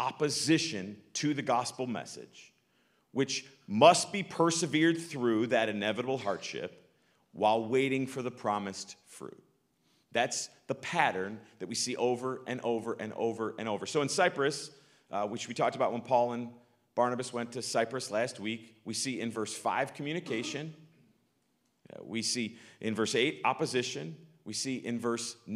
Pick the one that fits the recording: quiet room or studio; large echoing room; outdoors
large echoing room